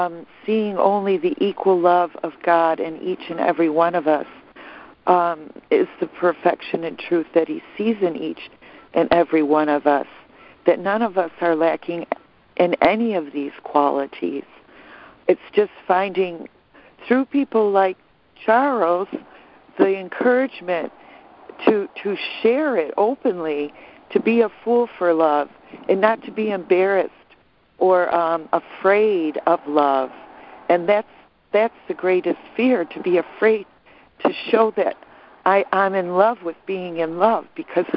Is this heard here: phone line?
yes